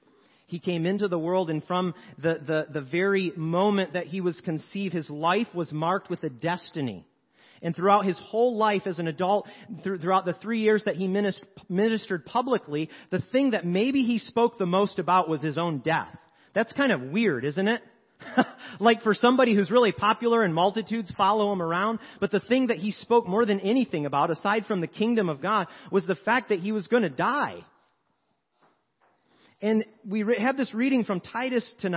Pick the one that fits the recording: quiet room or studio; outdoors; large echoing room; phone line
large echoing room